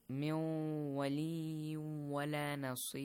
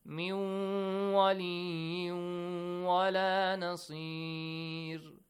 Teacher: Make sure the ghunna is more okay because this is idgham with ghunna.